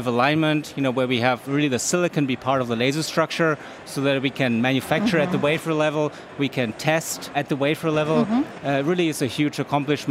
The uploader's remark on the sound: Join us live from the Intel Developer Forum in San Francisco.